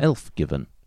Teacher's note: The stressed syllables will also be in the right place, the E in Elf and the I in Given, or the E in Given.